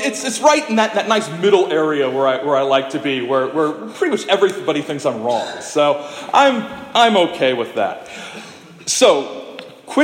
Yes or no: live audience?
yes